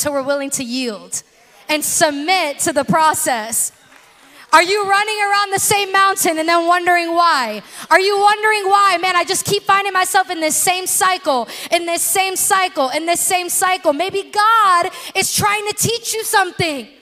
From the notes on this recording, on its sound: In this special episode recorded at our February Bloom Night.